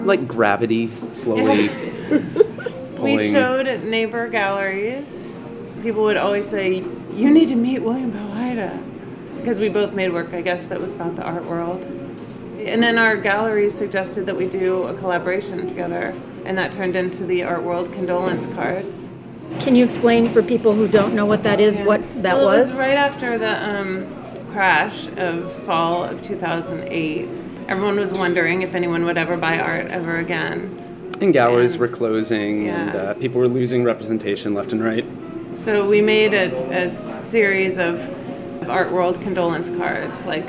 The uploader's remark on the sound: Were in town to jury the Vox Populi annual in July, 2018. The episode was recorded in July, 2018 at Vietnam Restaurant.